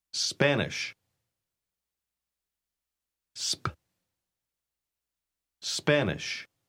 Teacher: Note que usted debe decir sp y no esp